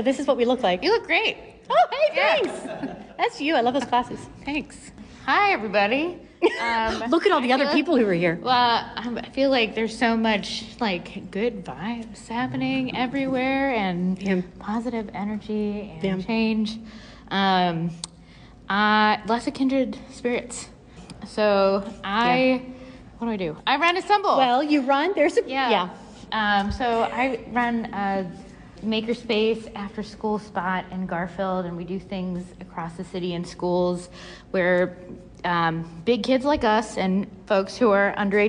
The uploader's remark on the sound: Live from our 100th Episode Party!